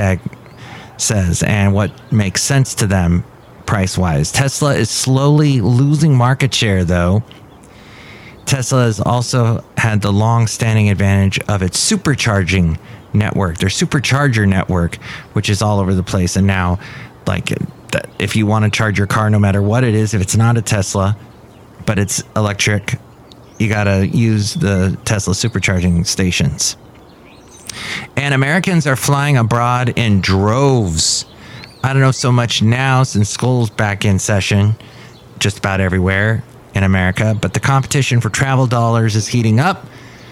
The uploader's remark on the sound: podcasts live from Café Anyway